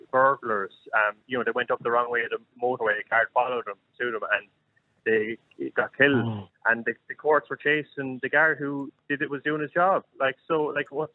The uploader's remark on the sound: opens up the phone lines, the conversation quickly reveals a diverse array of opinions from callers.